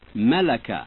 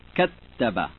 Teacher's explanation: They show the difference between the single consonant and its double in the same position. The first word of each pair has the single consonant, and the second has shadda.